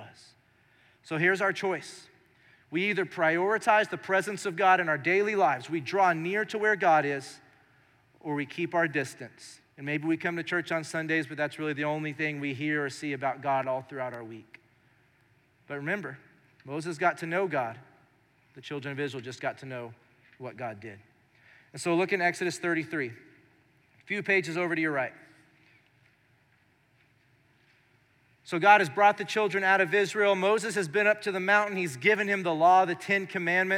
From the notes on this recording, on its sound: Recorded live during our Sunday morning service